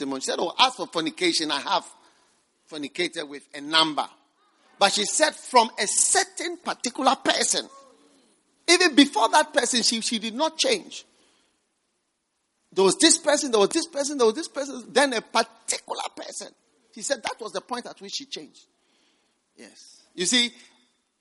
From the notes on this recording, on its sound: Preached at the First Love Gathering Service.